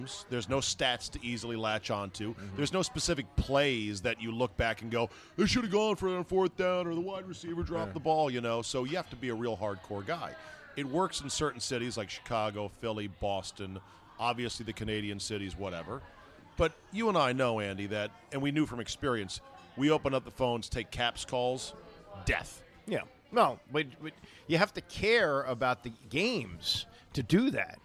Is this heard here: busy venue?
yes